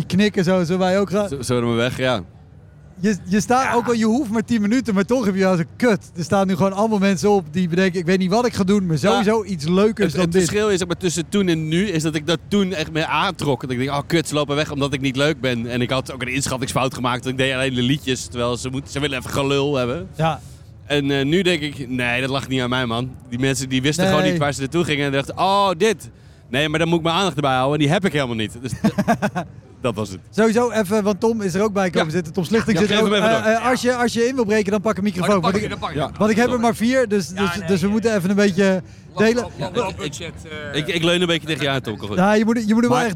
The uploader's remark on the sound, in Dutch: Een bijzondere aflevering, opgenomen in de backstage van de Zwarte Cross 2023 met de comedians die speelden in De Schaterbar.